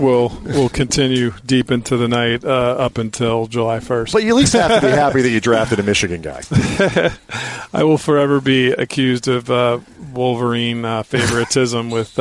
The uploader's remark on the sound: Live from the UCLA Health Training Center as the Lakers wrap up the 2018 NBA Draft.